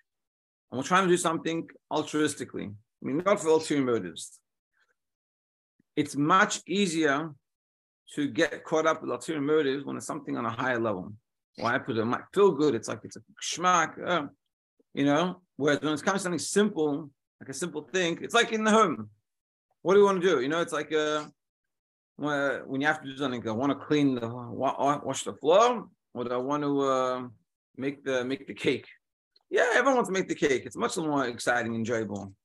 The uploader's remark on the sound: Daily Zoom Shiur